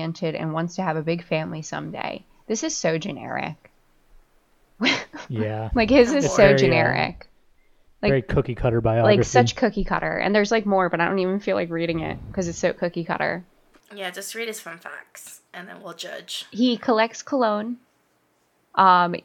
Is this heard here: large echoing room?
no